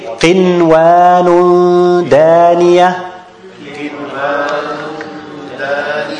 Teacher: I clearly pronounce the noon without any deleting, without any ikhfa, without any iqlab. So it's izhar, it's back to normal.